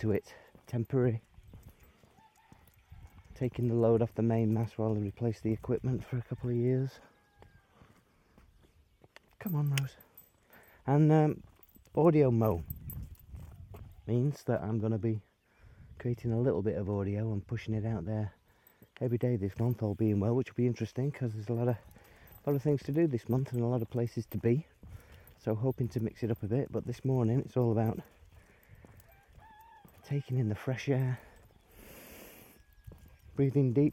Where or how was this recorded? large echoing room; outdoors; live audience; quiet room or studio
outdoors